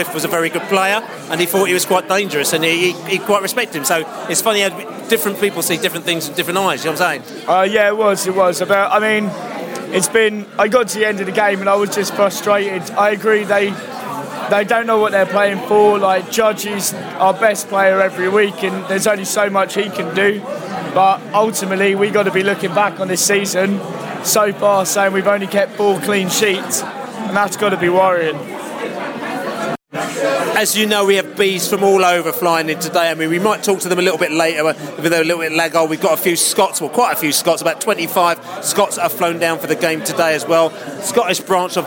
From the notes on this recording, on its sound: Post-match podcast from the pub. We speak to Brentford and Charlton fans in the pub after the match.